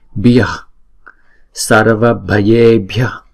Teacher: Cái chữ visarga này nè, chữ h có dấu nặng là visarga, thì chúng ta lấy nguyên âm ngoài trước nó là chữ a này, chúng ta tròn ra ngoài sau và chúng ta đọc thêm nhẹ chữ a đó nữa là bia, thấy không? Nhưng mà chúng ta đừng đọc chữ hà mạnh quá, chúng ta chỉ đọc là ha, chỉ hà cái hơi thôi